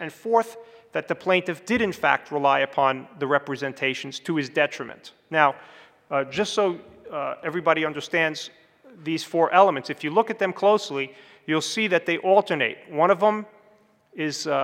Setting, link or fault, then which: setting, large echoing room